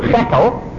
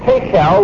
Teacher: The SH or shin has become a T sound.